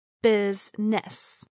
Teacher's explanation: Business is pronounced with two syllables, business, instead of three. The I vowel sound is dropped.